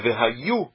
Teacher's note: qual é a sílaba tônica do Vehayu? É no Yu. É Vehayu e não Vehayu.